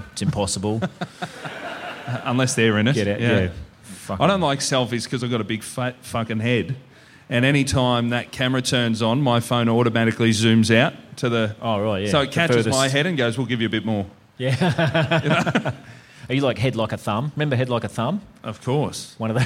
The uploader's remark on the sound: LIVE IN HOBART. The boys are back in the Apple Isle for a ripping live show at Hobart Brewing Co.